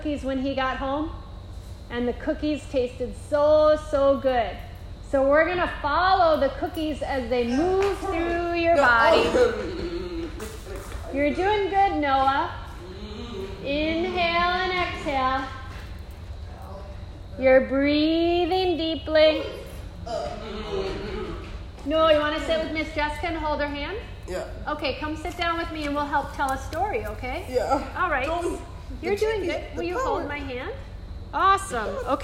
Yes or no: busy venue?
yes